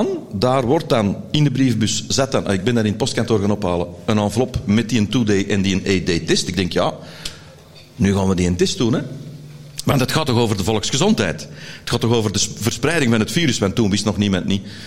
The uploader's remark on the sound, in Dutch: LIVE op TIMTOM Podcast FESTIVAL